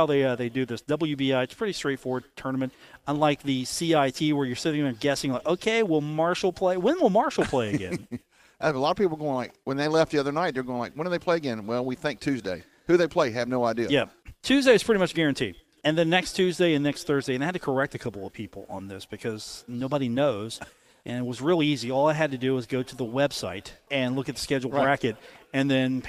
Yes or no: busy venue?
yes